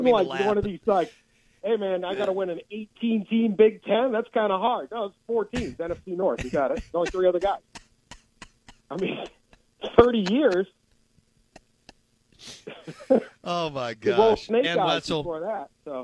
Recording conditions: phone line